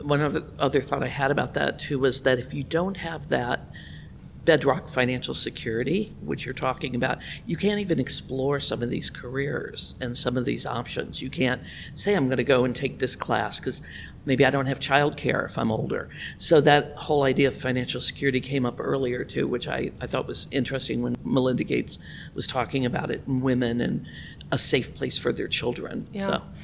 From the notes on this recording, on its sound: joins me from the Global Inclusive Growth Summit in Washington, DC